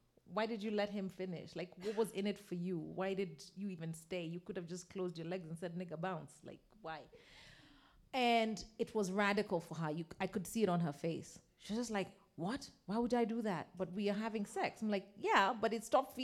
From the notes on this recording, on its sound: Our first episode of the year is the live recording of The Spread Live that we had late in 2018.